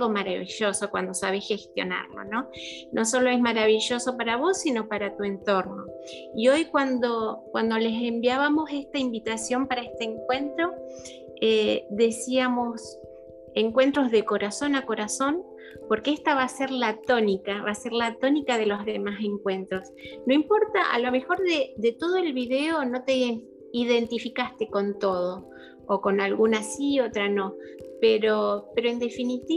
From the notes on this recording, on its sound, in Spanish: Estos encuentros son brindados a través de la plataforma zoom